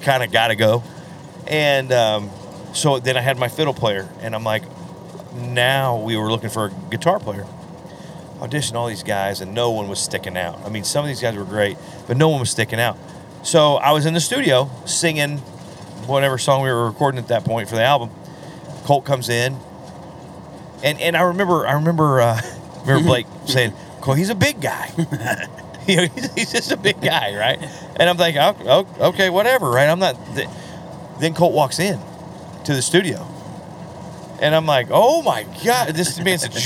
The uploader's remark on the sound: This week we bring you out on the road! Coming back from a show in Nebraska, we decided to pack up the podcast gear and bring you a podcast live from the RV!